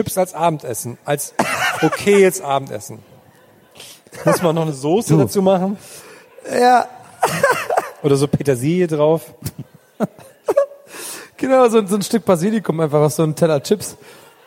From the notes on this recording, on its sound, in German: 2018 zu Gast beim Mit Vergnügen Podcast Festival in Berlin.